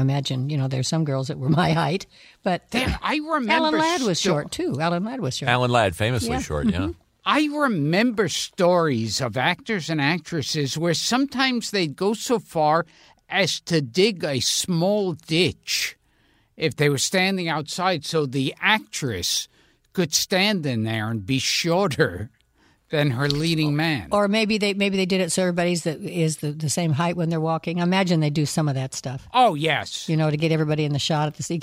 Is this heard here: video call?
no